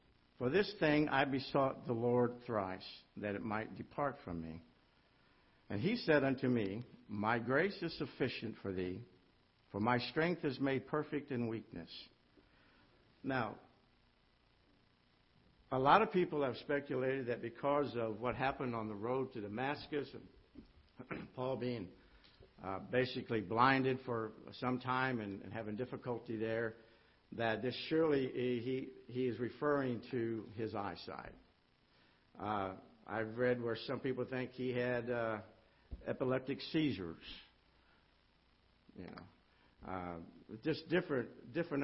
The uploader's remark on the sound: Ketha Heights Baptist Church ~ Live Broadcast